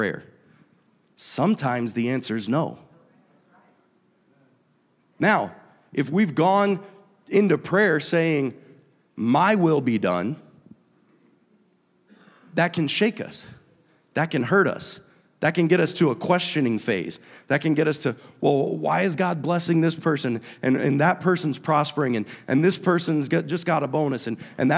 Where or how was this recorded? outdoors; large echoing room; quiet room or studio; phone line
large echoing room